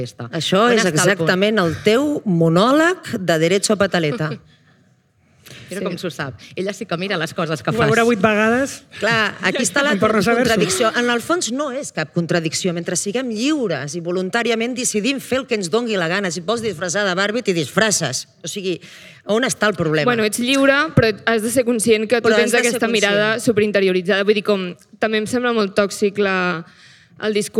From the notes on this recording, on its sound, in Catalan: Programa en viu des de la jornada de pòdcasts per combatre la pressió estètica organitzada per Ràdio Primavera Sound, el departament d'Igualtat i Feminismes de la Generalitat de Catalunya i l'institut Català de les Dones.